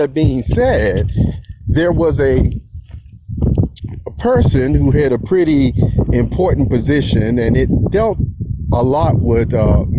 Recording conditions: outdoors